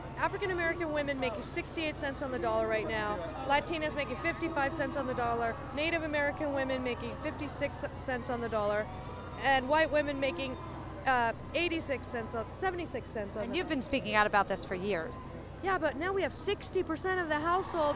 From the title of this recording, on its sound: at the Women's March on Washington!